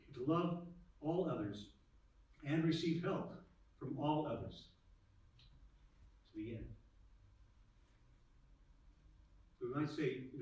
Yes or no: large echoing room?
yes